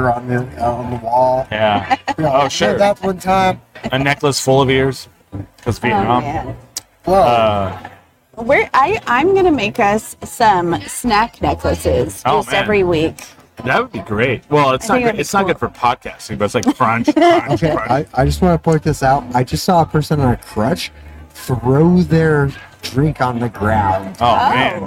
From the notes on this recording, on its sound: We are live from NM Brewfest! Some random festival goers!